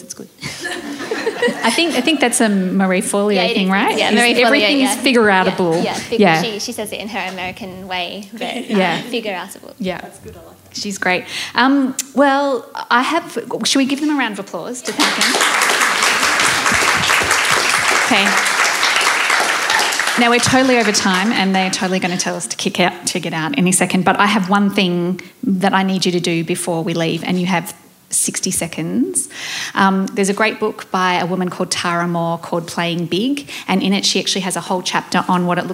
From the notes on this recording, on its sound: Live Panel Discussion for Small Business Festival. This special edition was recorded live at Donkey Wheel House in Melbourne. In front of a live audience of 50 women as part of the women in business week of the Victorian Small Business Festival. This is the full recording of the whole evening.